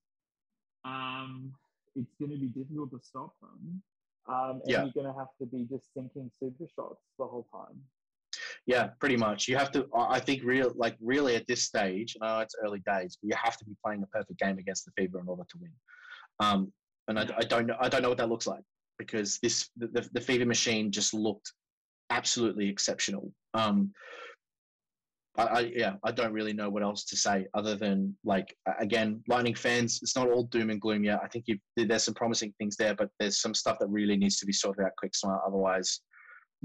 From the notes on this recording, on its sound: WARNING: We had major issues with our recording for this one, unfortunately! You'll be listening to a Zoom call. Sorry about the audio!